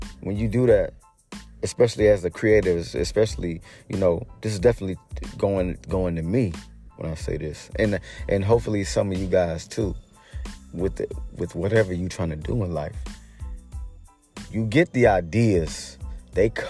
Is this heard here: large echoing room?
no